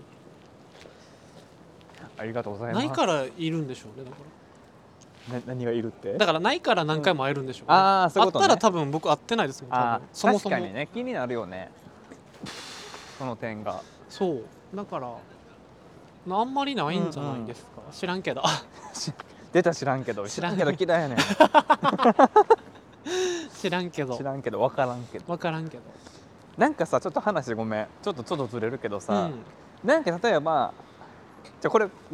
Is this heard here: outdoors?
yes